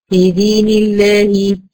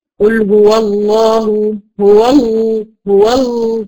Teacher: لام لفظ جلالة متفخم، شايفين أقصى لسان بيرتفع إزاي؟ · Shown in: second take · الصورة اللي تحت شايفة ازاي مرتفع هنا في الألف في اللام المفخمة.